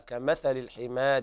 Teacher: قرأ ورش بتقليل هذه الألف الواقعة بعدها راء مكسورة